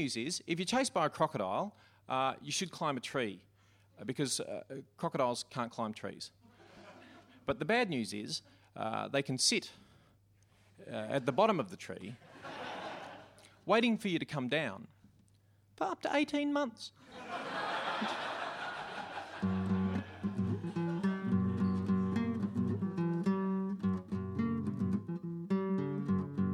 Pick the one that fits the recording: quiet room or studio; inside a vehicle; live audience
live audience